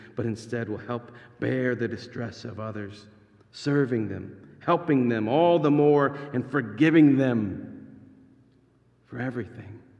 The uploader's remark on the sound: This sermon is actually delivered as a part of an actual church service.